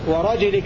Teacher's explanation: قوله واكسروا إسكان راجليك عملا، أي روى حفص بكسر الجيم بدلا من سكونها في وراجليك وراجليك بكسر الجيم لحفص. والباقون يقرؤون وراجليك بإسكان الجيم مع القلقلة